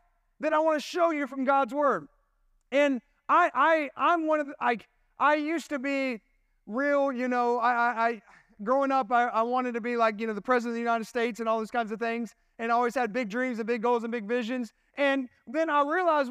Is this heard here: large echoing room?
yes